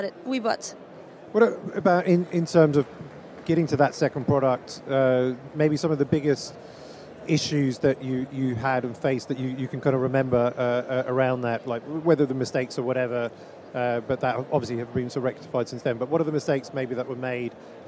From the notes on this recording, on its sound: joined live from the #SaaStock2023 Podcast Stage